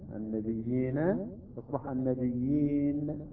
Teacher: النون تصبح ساكنة ويصبح عندنا مد عارض بالسكون